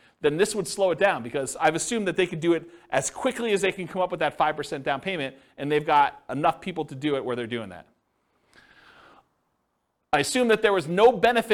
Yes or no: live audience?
yes